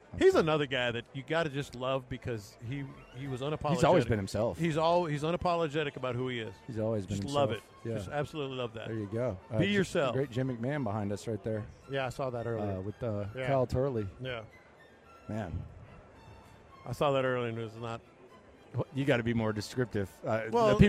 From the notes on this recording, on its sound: In The Loop LIVE In Vegas Day 3! Live from Radio Row.